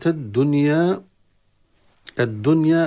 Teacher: الدنيا اللام تعريف أدغم في الدال، أصبحت من الدنيا إلى الدنيا، هذا إدغام خاص بلام التعريف تسمى إدغاما شمسيا.